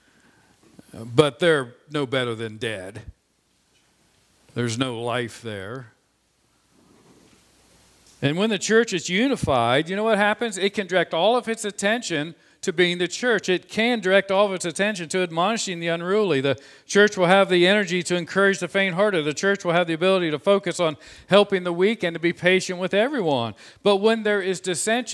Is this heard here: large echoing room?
yes